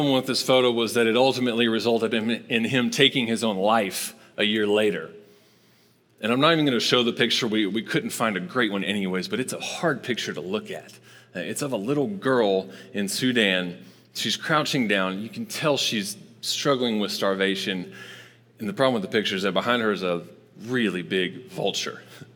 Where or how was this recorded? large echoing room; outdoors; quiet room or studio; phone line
large echoing room